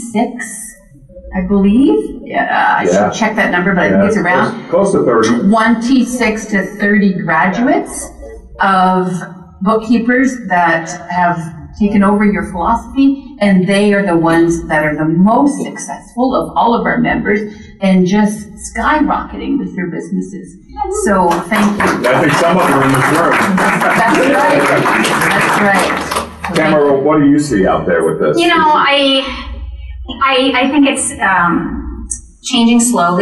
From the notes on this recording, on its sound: At Sage Summit 2017 in Toronto and recorded an episode featuring a great panel discussion.